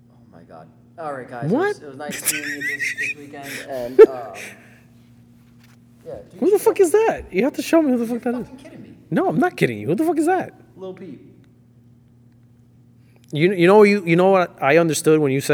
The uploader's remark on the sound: We chatted on the show floor. Phili Auto Show!